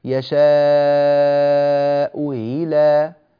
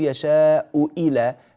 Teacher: تسهيل الهمزة الثانية بينها وبين الياء · Shown in: first take